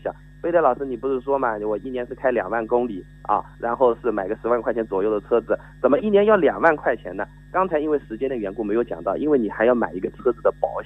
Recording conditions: phone line